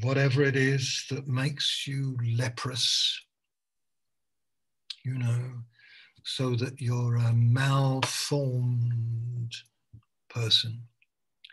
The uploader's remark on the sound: Malaysia Meets (Zoom)